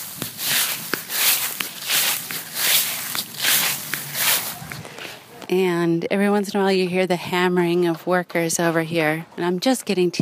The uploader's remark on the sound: I tour a mixed income 'Community Housing' development in Davis. I take a walk around the outside.